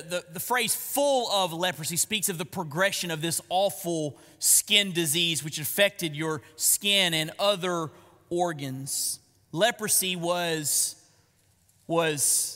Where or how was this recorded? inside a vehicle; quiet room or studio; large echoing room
large echoing room